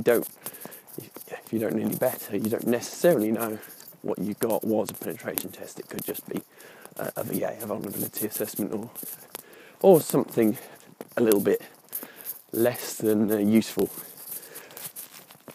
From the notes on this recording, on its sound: Usual caveats, this is unscripted, unedited, ad-hoc and recorded while walking the dog.